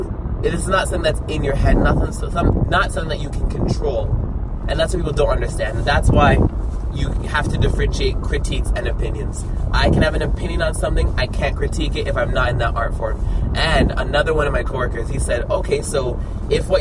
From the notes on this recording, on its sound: sorry about the audio I think I still had the back windows open